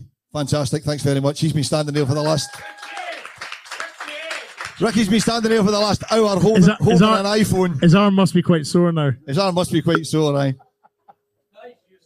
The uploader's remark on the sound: Rabble Live From Lounge72. The Rabble's first ever on the road Live Podcast.